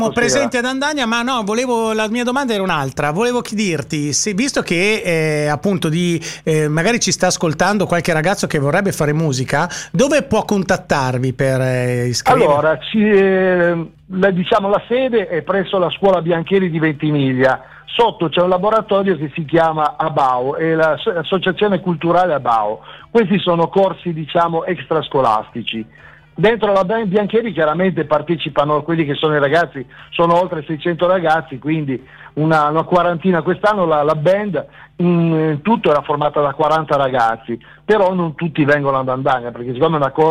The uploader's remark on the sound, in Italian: INTERVISTA TELEFONICA